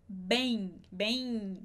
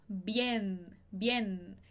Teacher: Sempre que tiver uma vogal, A, E, I, O, U, antes da letra N, essa vogal ela não vai ficar nasalizada, como a gente faz em português. · Shown in: second take · Em português a gente falaria bem, bem, ok?